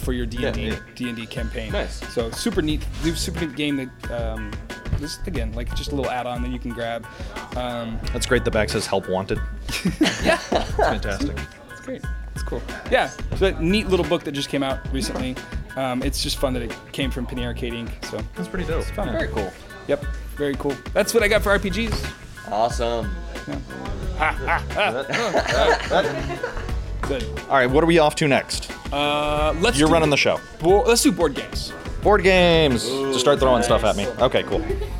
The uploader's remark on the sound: Yet another live stream at Doc's Comics & Games